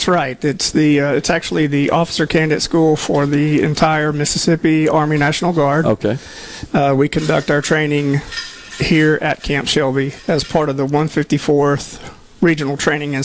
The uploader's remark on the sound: LIVE from The Mississippi Armed Forces Museum at Camp Shelby